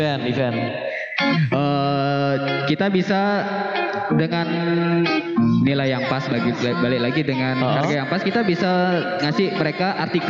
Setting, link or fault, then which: setting, busy venue